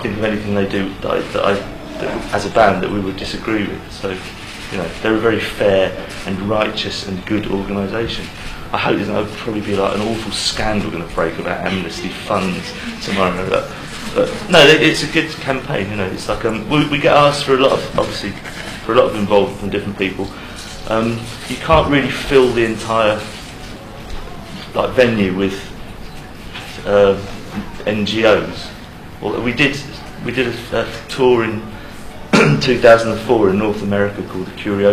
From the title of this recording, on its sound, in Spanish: Conferencia de Prensa en Paraguay